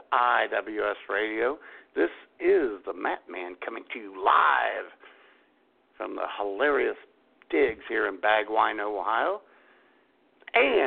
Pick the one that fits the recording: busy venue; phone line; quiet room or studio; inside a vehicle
phone line